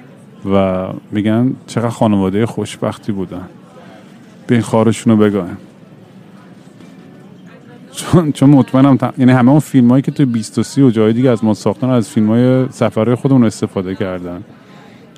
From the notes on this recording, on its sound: Live from LGA airport.